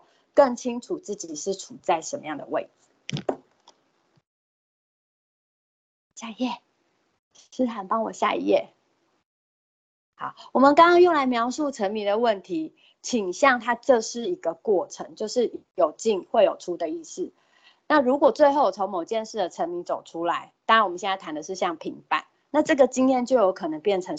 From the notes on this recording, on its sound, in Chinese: 此為線上課程錄音檔